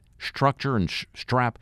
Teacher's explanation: when the S comes before a hard consonant, it goes SH on us.